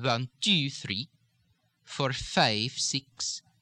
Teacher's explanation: Notice again, 5, 6, up and down on the same syllable, on the same vowel. · Term: inflectional intonation